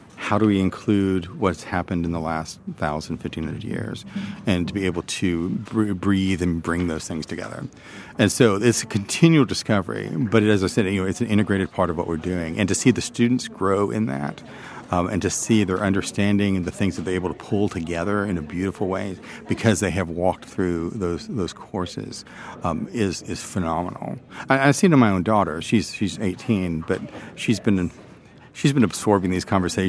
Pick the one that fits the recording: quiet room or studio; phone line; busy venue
busy venue